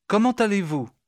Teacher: Did you notice the T sound at the end of comment?